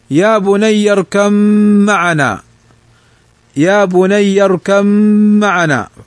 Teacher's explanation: فهنا تدغم الباء في الميم لتجانسهما، فالباء والميم مخرجهما من الشفتين · Term: إدغام المتجانسين